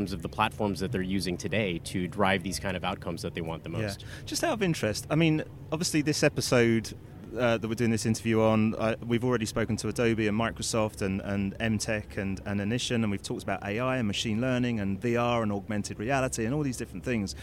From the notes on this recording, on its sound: This first of three episodes recorded at the Cannes Lions International Festival of Creativity 2018.